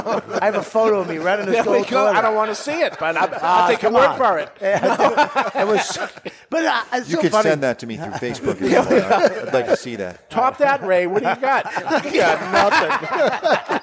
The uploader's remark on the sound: Join us live in studio. Is recorded live in front of a studio audience at Studio 21 Podcast Cafe upstairs at Two Guys Smoke Shop in Salem, NH.